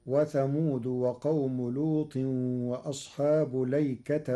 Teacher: قرأ ورش كلمة الأيكة بلام مفتوحة بدون همز قبل اللام وبعدها ونصب التاء، فتصير: وثمود وقوم لوط وأصحاب ليكة أولئك الأحزاب.